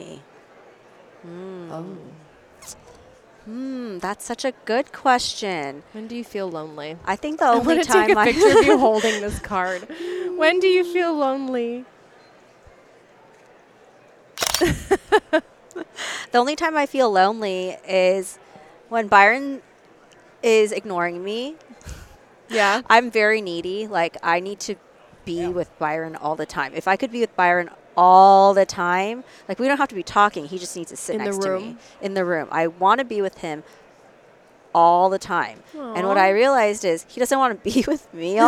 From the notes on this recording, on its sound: Recorded live at the California Dental Association on the trade show floor.